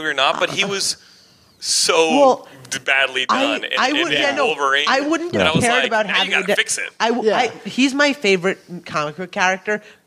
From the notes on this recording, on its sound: This week's episode was recorded LIVE on the campus of Yale University at Explo 2015! Returning to my old teenage summer camp as a Scholar in Residence to talk to the campers.